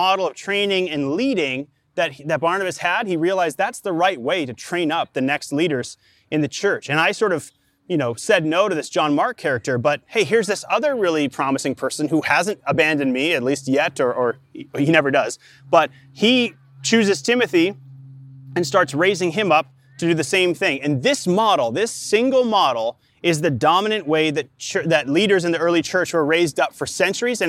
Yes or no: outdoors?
yes